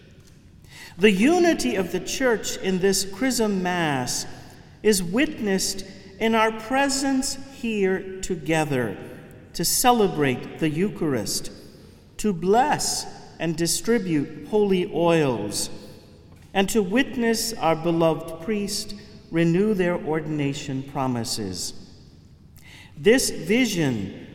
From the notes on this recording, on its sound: Homily from the Chrism Mass 2019. Cathedral of St.